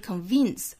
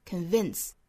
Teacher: 会混淆这个 w 和 v 这两个辅音。那这里面是 convince 就很像咬一下嘴唇那样的动作，但是又不是真正的说咬住这个嘴唇，而是轻轻的摩擦 convince 还需要注意第二个音节，它的元音呢是一个松口的松元音的 A,不要发成了 E · Shown in: second take · 不是 convince,而是 convince. Never convince yourself. Never convince yourself that.后面这个 that 需要做弱读哈，我们读成